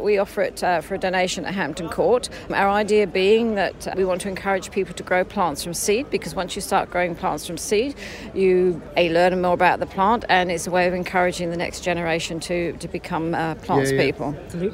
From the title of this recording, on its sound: at the Hampton Court Palace Garden Festival